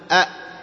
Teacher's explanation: ينقطع صوته وينقطع معه النفس، إذ لا نفس يجري معه، وكذلك لا صوت يجري معه · Term: الهمزة